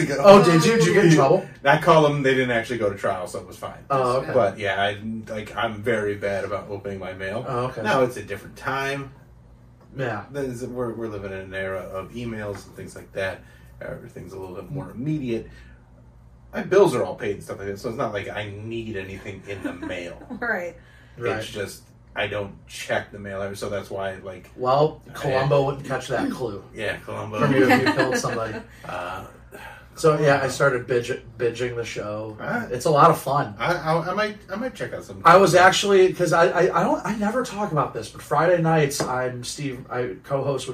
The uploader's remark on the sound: The sound got messed up on this one.